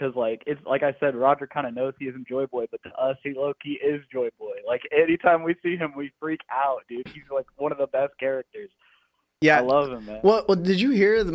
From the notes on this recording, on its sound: We will be discussing various topics and taking phone calls.